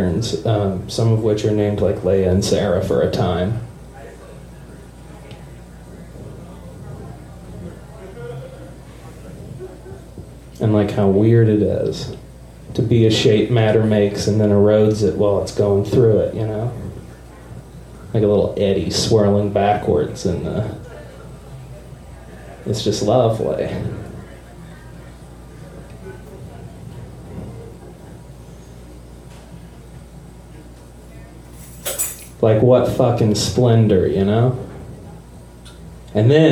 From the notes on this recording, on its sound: Live from Genuine Joe's